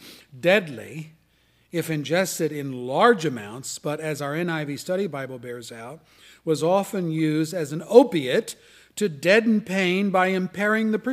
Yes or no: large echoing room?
yes